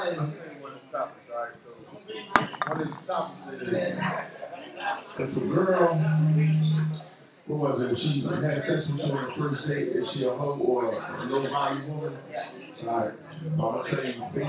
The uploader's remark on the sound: Please forgive this Episode’s audio